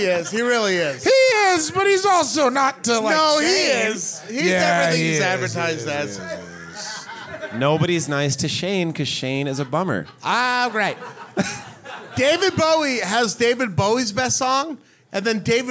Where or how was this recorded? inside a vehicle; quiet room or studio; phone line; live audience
live audience